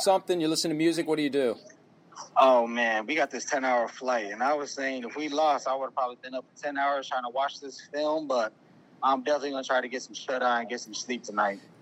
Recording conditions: phone line